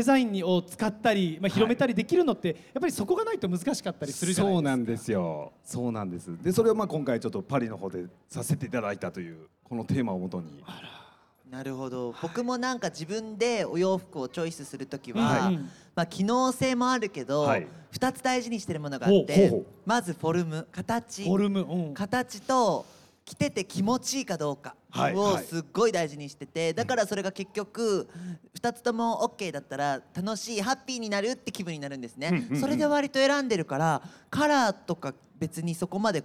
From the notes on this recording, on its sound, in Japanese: ららぽーと豊洲で行った公開収録の模様をお届けします。